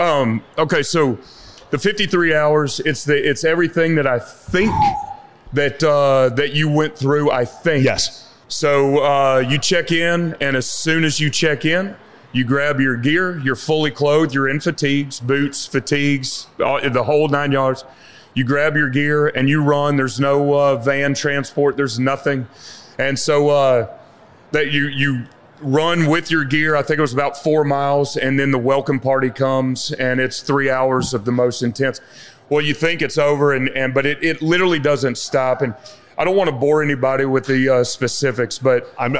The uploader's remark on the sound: This episode was recorded in front of a live audience at Whiskey Tango Foxtrot in Austin, Texas.